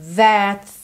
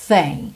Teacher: O that, a gente tem o TH vocalizado. O thing, a gente tem o TH só com arzinho